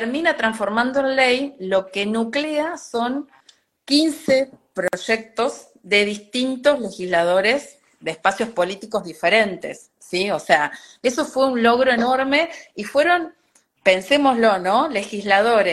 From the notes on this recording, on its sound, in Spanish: Audio de la charla en vivo por Instagram